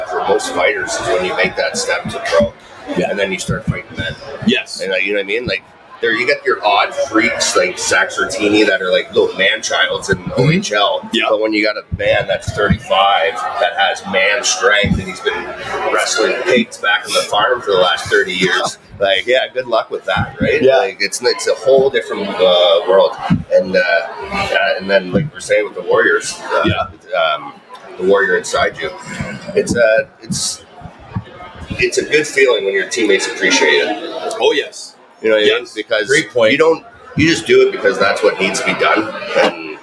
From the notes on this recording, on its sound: Live from The Locker Room Studio in Bottomline Sports Bar